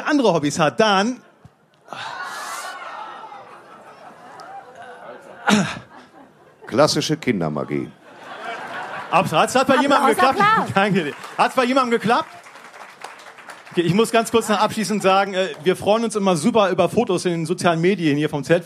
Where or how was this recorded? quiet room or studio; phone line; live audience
live audience